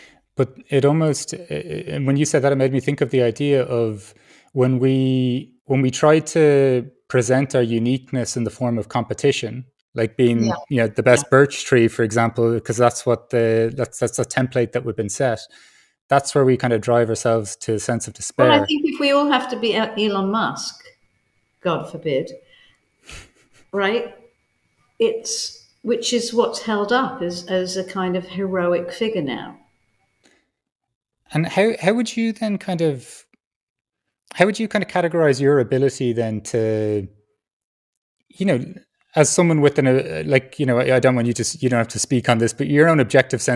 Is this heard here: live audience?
no